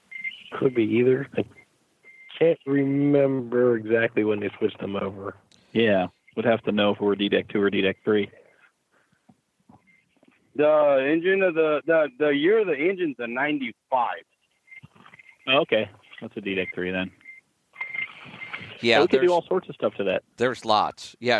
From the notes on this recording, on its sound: Call in Question and Answer Show